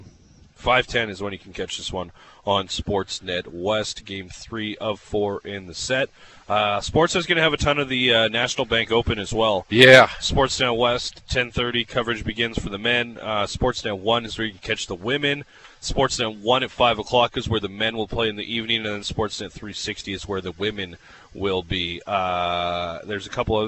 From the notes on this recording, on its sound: The guys are live on location at Red Deer Golf Club.